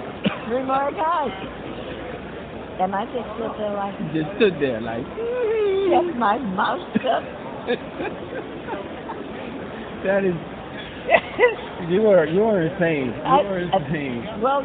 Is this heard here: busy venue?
yes